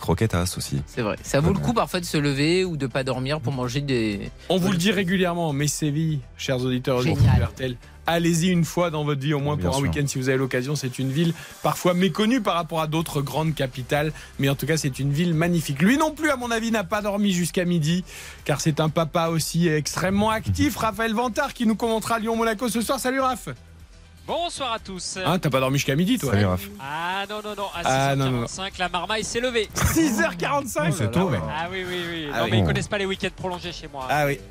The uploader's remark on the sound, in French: Trois heures de direct. En direct du Groupama Stadium.